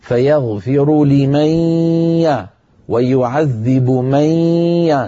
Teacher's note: من يشاء لابد من الإتيان بالغنة، وليس هذا الإدغام بلا غنة، فيغفر لمن ويعذب من، ننطق غنة وياء في آن واحد بنفس القوة، لا يطغى أحدهما على الآخر